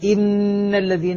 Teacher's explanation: النون المشددة فيها غنة مشبعة